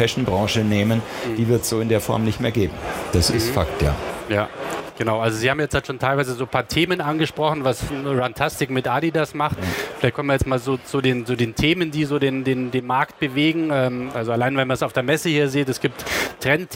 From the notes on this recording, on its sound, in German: aufgezeichnet auf der Internet World Expo 2018 in München